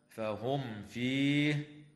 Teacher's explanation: وتظهر الميم الساكنة عند الفاء في قوله تعالى: فهم فيه